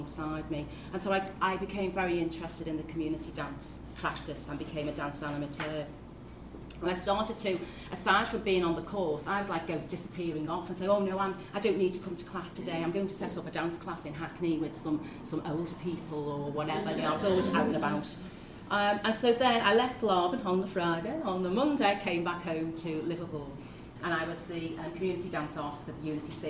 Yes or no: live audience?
yes